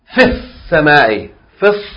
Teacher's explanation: it will go straight to the sun letter. We will skip over the lam